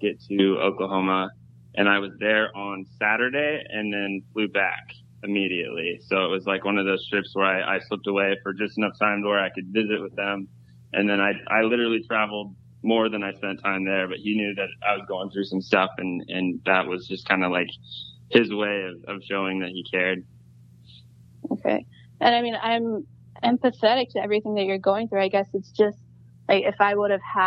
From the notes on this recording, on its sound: The girls call the guy on the line